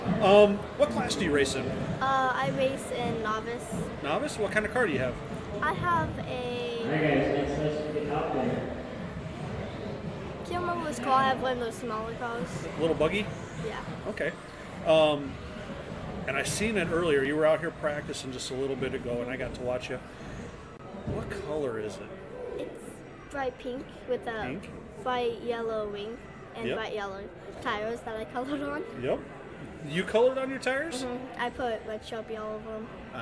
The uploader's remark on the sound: Live from Island Speedway. RC track.